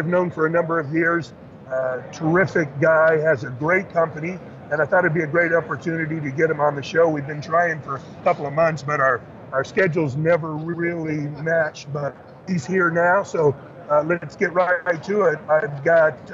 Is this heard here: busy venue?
yes